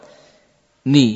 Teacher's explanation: sangat singkat gunnah pada nun yang berharokat